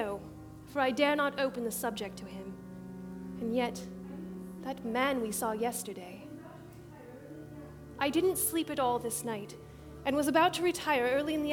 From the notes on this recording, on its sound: Performed live at the Camelot Theatre in Talent Oregon on October 25 and 26.